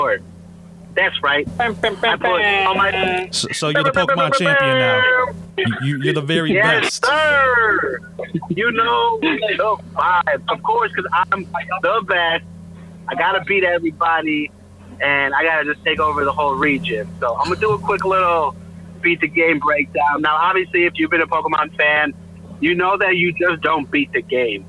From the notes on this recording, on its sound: call in while on the road